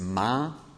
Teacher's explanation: the N is dropped and the vowel preceding or the preceding vowel is nasalized